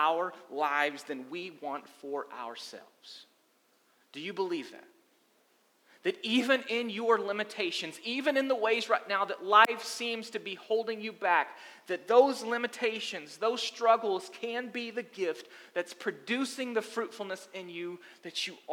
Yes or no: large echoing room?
yes